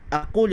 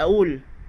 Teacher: Kalau kita kata orang Arab Mesir, biasanya dia pun sebut huruf Qaf menghampiri huruf Hamzah · Shown in: second take